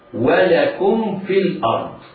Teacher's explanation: ميم ساكنة تخرج من بين الشفتين بعدها فاء، مخرجها أطراف الثنايا، أطراف الثنايا العليا وبطن الشفة السفلى.